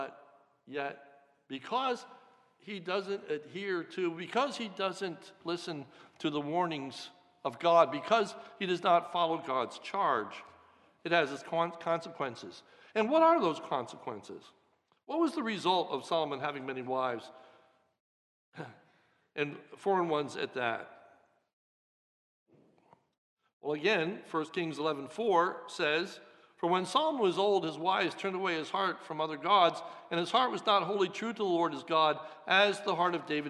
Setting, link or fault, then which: setting, large echoing room